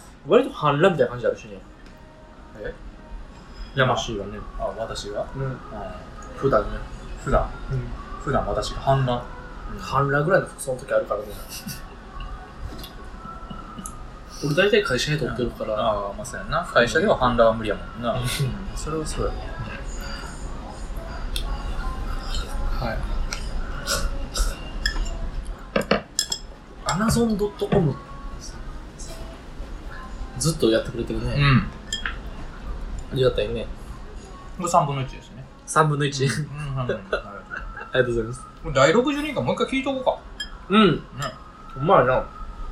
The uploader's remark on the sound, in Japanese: 木屋町の居酒屋収録